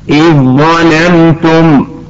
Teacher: فالذال والظاء حرفان متجانسان، الأول ساكن والثاني متحرك، لذا فحكمهما الإدغام